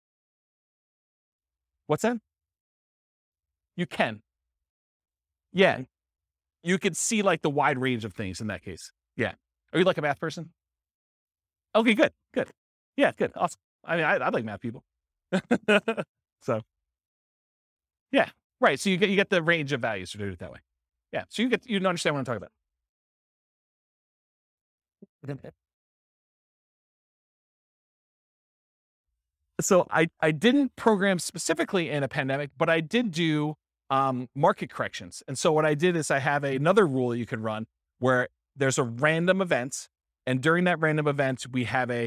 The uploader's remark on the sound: This was a live class recorded. Henderson, Nevada.